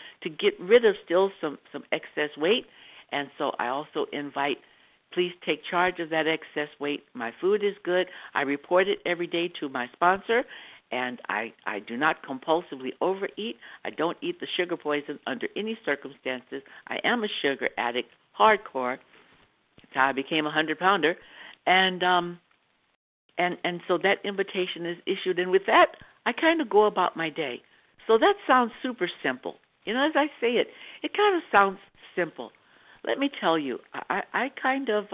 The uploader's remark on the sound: from the 100 Pounders Phone Meeting